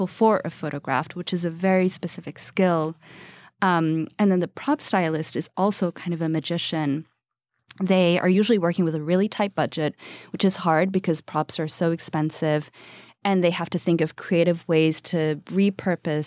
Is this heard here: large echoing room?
no